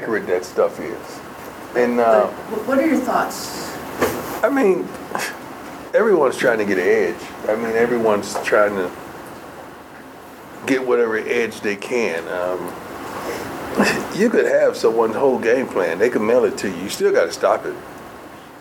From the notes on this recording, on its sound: comments to the media during his weekly press conference in the Champions Center